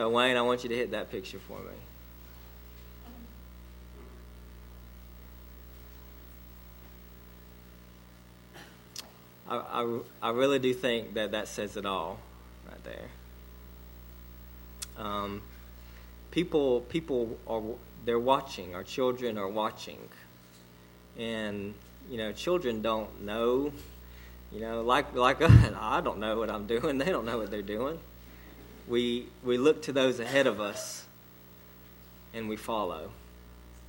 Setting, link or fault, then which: setting, large echoing room